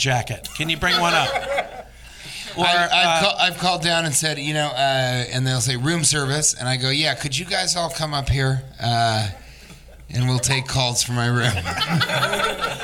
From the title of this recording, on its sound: Live from Virginia Beach Funny Bone